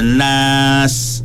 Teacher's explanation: Sebab dia ada sifat tu, sifat sofir kan, sifat huruf sofir kita kena ada. Bila kita sebut huruf sin ni, maksud dia, dia termasuk dalam hamas. Maksudnya nafas kita tu jangan kita tekan nas. Tekan sangat tak, lepaskan.